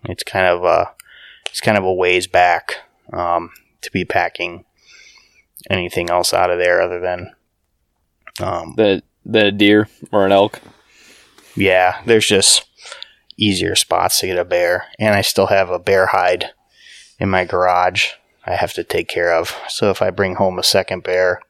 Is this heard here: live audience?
no